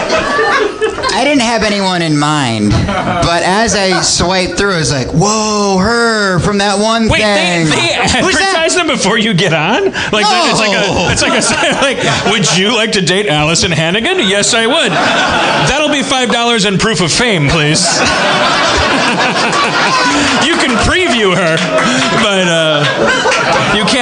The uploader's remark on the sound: Harmontown performs its last show on the stages of Nerdmelt in the back of Meltdown comics